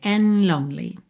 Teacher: O dedo and é que a gente não ouve mesmo, sadden lonely, and lonely. Você já tá com a língua no céu da boca pro N, N, e já sai dali pro L